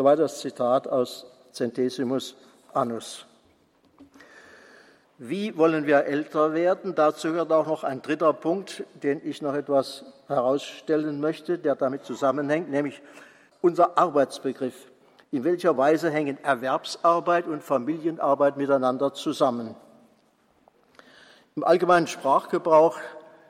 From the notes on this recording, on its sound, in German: Vortrag, gehalten beim Kongress "Freude am Glauben" 2016.